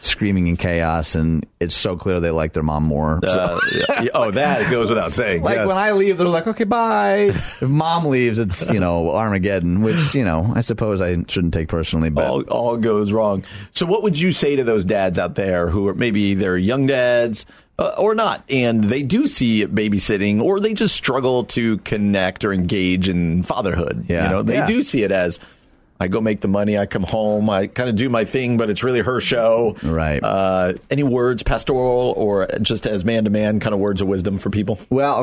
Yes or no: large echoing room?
no